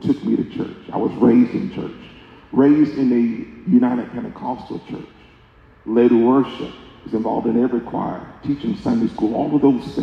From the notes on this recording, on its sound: speaks during a men's breakout session at the 2023 Building the Bridge Conference in Houston, Tx.